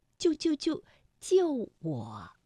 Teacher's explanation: 当救救救连在一起的时候，不可能每一个字都从五能够降到幺，所以啊，我们通常把它从五降到三 · Term: 去声